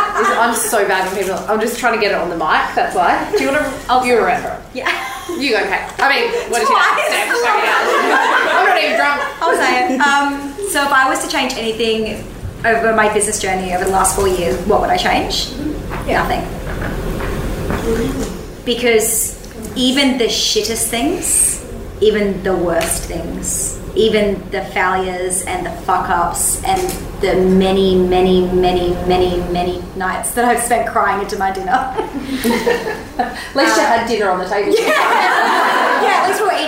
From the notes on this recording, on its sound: Press play on our very first live podcast recording, with a live audience. Full disclaimer, it’s our first one, so so sip quality is only going to get better.